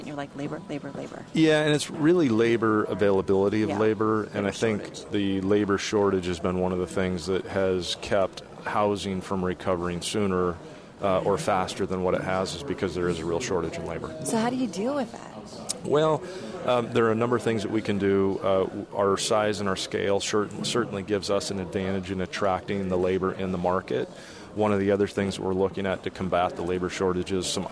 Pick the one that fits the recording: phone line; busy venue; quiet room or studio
busy venue